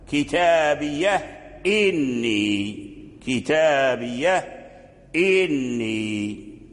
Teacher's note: قرأ الهاء بالساكون وحقق الهمزة